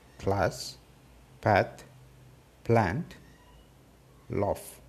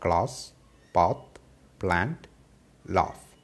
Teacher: So it is pronounced as class, path, plant, laugh, instead of class, path, plant, laugh. The A is pronounced in front of the tongue rather than at the back. · Shown in: first take · Term: front vowel